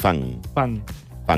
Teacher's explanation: les enes, en aquest cas les dues, tant la meva com la teva, són iguals de velaritzades. Perquè, diguem-ho així, es pronuncia així perquè darrere tens un so d'una K o d'una G.